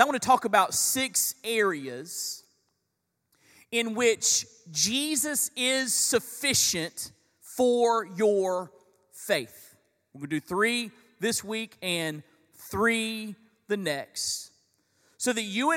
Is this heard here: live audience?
yes